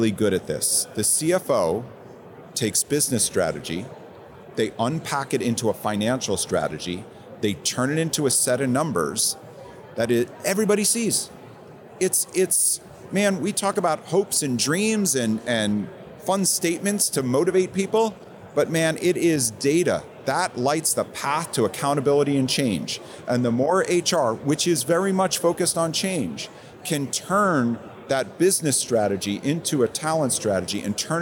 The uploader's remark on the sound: Live from the floor of the 2023 HR Technology Conference